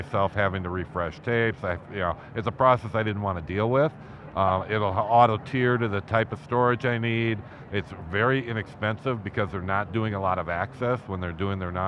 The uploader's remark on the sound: live from the Microsoft Inspire conference